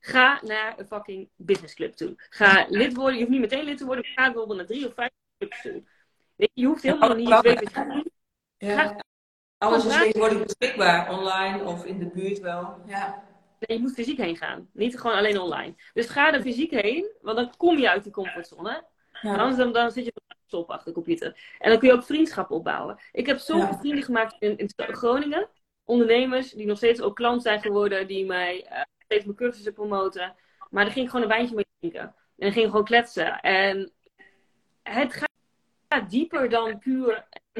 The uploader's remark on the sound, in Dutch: de opname van een Live op Instagram